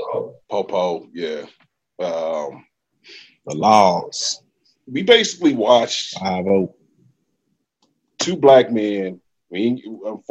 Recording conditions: video call